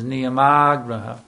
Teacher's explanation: But in Sanskrit language, according to the rule known as santi, when if there's two A's which come against each other, one word ends in an A, and the next word begins in an A, that combination, they're pronounced together as one long A.